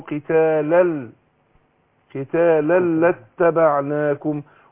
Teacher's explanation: فادغمنا نون التنوين في اللام ادغام بغير غنه